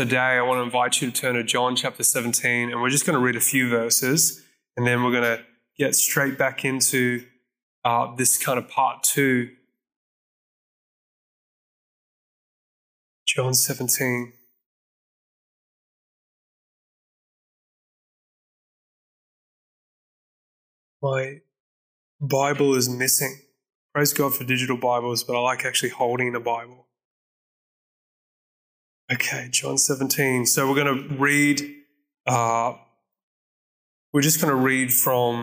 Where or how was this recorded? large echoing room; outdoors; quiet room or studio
large echoing room